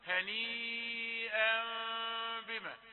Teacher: الكز هو الممنوع، لكن إذا تركت فرجة يسيرة فهذا صحيح، وإذا لم تترك فهذا صحيح، اكتفيت بتلامس الشفتين لا مانع، هذا صحيح